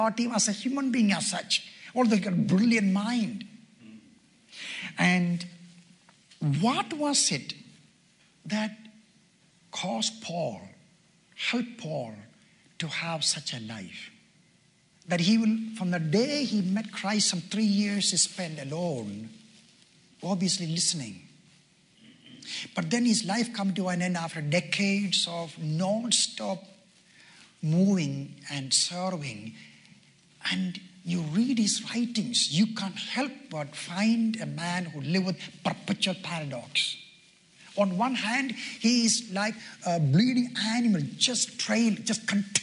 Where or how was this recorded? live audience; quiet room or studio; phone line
live audience